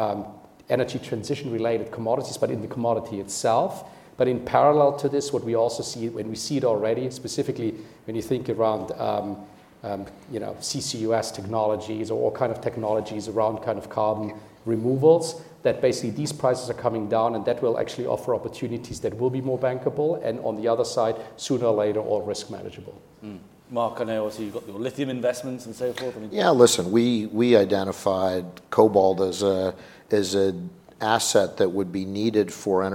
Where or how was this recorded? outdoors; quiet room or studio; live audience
live audience